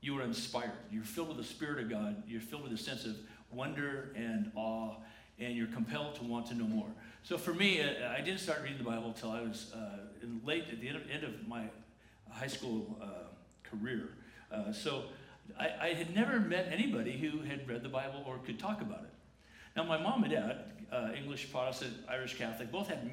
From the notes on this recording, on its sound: The following is a recording from the 10:45 am service at La Jolla Community Church on Sunday, January 13, 2019.